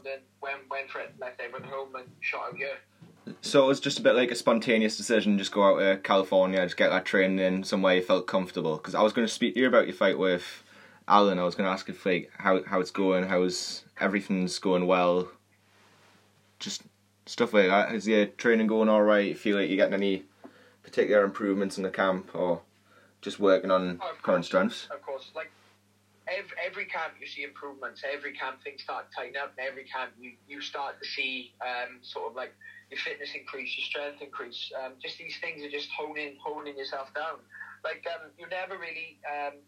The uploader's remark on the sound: Via phone call.